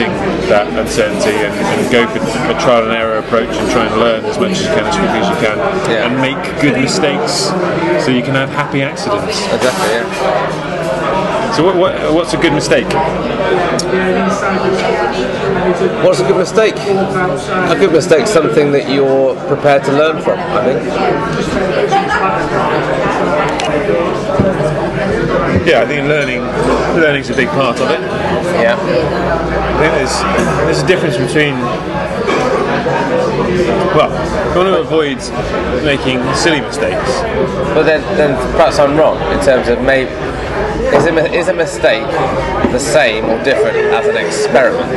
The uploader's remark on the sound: Fountains Abbey, Paddington, UK. The boys enjoy a pint in a pub with a historical connection to Sir Alexander Fleming.